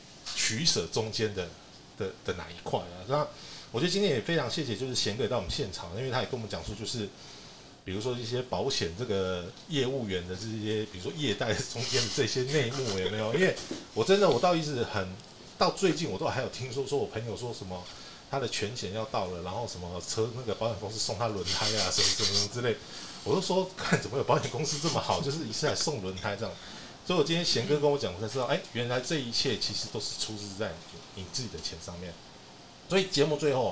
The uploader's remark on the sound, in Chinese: 警告:錄音師翹班 主持人忘記開麥 拍謝拉!